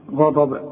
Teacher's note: الغين في القران غا والضاد مفخمه